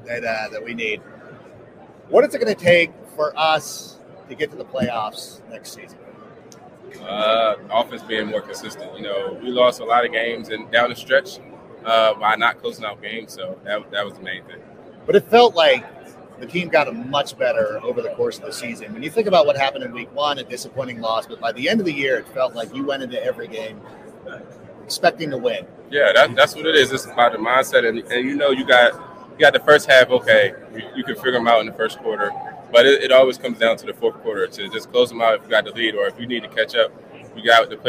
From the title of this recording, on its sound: Live From Super Bowl LVIII